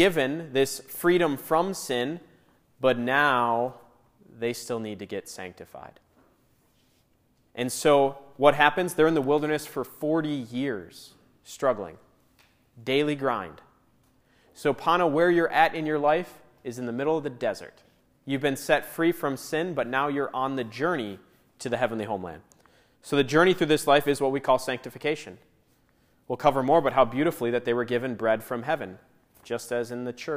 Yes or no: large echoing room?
yes